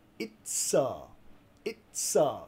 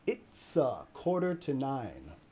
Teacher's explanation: Vinculando la S y la A.